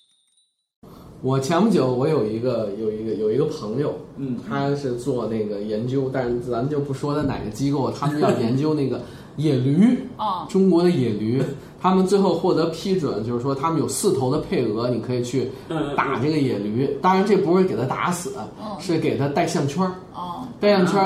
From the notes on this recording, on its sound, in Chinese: 本期节目为在张大妈办公区用录音笔录制，可能有街道上的杂音，请见谅。